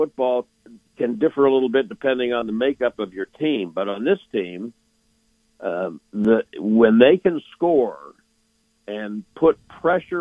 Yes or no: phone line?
yes